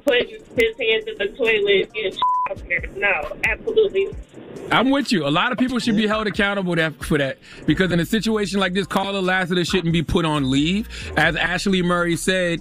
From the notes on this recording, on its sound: We opened up the phone lines to see if our listeners ever got freaky with their neightbors and it went left.